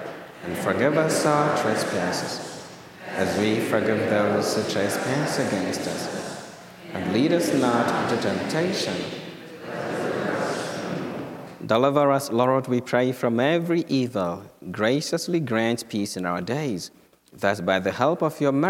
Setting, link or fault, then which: setting, large echoing room